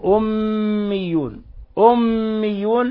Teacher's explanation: عندنا ميم حرف غنة مشدد، فلا بد أن نعطيها غنة مقدارها حركتين